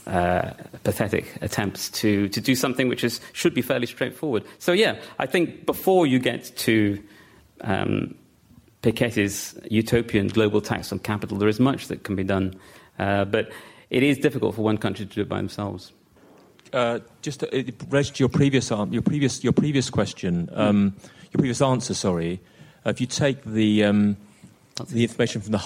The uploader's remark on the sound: LRB Winter Lecture delivered at the British Museum